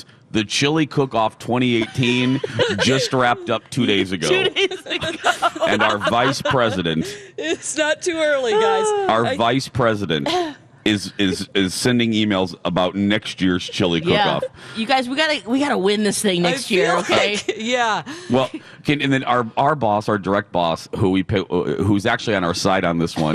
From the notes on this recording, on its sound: broadcast live from the AC Hotel for the Superbowl